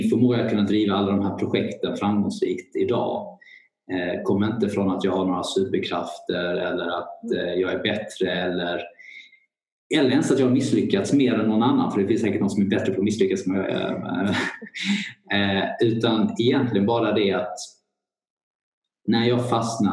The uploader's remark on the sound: Her i samtale via en Skype call fra Sverige. Lyden bærer litt preg av avstanden.